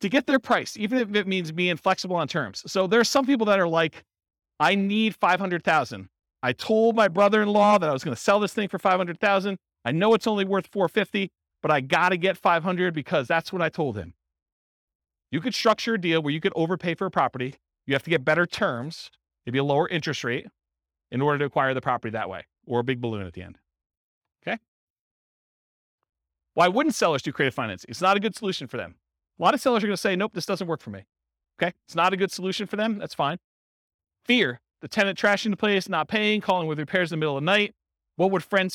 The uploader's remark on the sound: This was a live class recorded